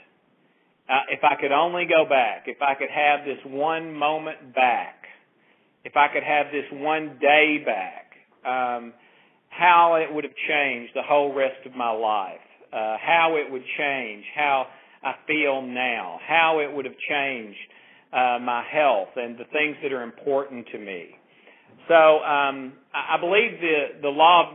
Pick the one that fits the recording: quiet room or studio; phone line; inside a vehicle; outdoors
phone line